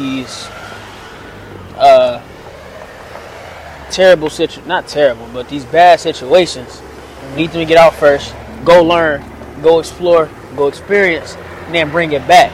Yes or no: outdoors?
yes